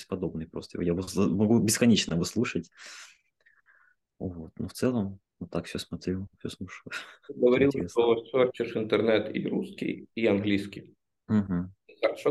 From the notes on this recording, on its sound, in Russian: в этом Zoom_подкасте